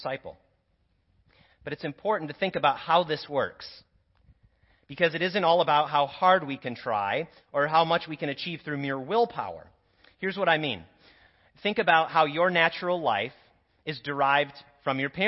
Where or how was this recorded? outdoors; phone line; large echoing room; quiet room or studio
large echoing room